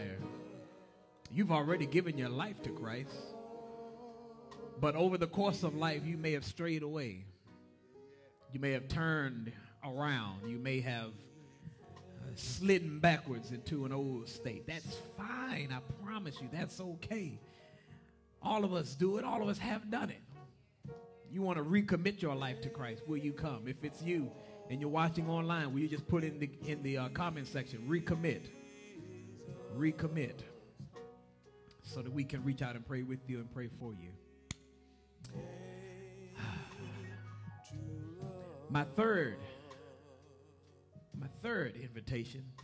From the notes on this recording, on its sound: Broadcast Ministry of First Antioch Baptist Church